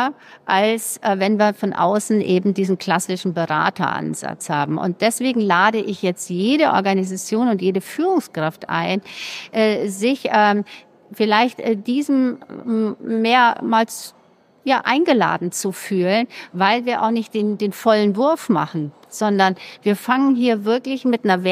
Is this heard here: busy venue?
yes